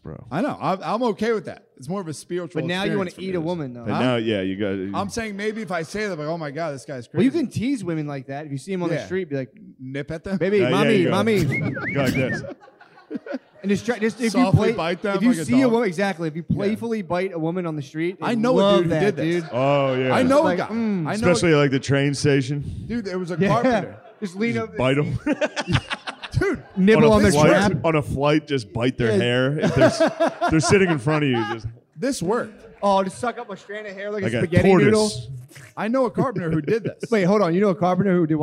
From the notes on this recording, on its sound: LIVE from Magooby's. LIVE from the joke house.